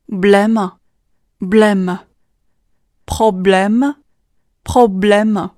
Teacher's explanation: 浊音 b，它跟后面的 le 也构成一个辅音群，所以要发的快速连贯 · IPA: [prɔblɛm]